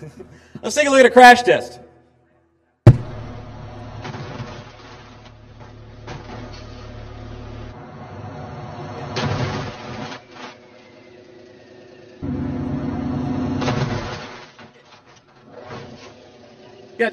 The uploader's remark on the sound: Is live from day 1 at The Future of Freight Festival and we’re bringing the gong show to Chattanooga.